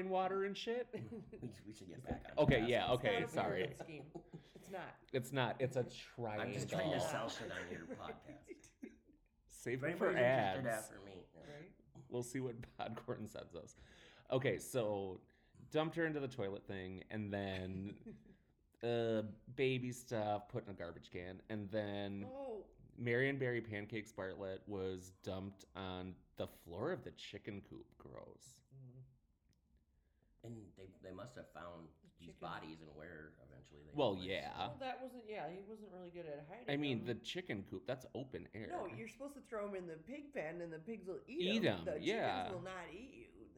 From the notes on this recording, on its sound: Sorry for the audio, we were recording in my apartment that has not great acoustics.